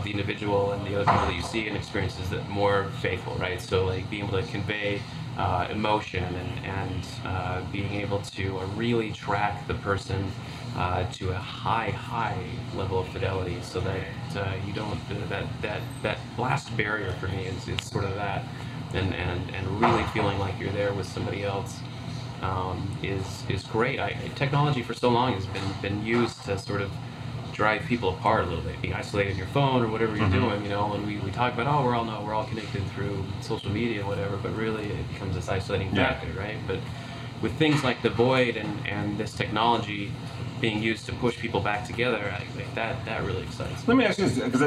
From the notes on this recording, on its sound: Courtesy of Disney's IMX Lab, and recorded live at the Disney Accelerator.